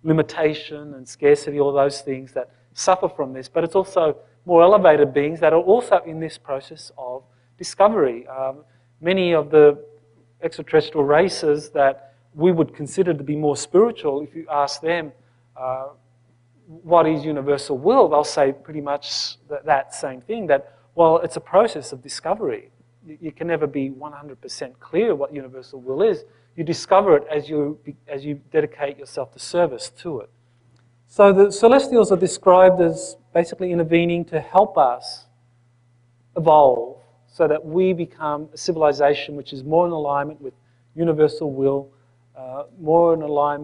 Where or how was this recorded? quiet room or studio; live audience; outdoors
live audience